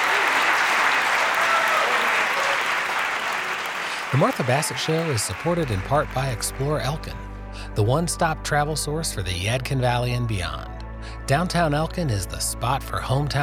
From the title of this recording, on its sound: Live at the Reeves